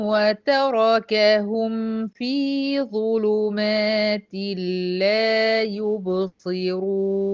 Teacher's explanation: وتركهم، ره مفتوحة، هيحصل لها ايه؟ هتفخم.